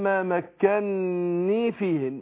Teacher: فهنا مثلين هم مكنني، النون الاولانيه محركه بالفتح والثانيه محركه بالكسر، فهنا برضو النونين محركين، لكن حفص هنا ايه ادغمهم من الكلمات المستثناه في المثلين الكبير، وقال ما مكنني فيه، نون مشدده ومنطقه نون واحده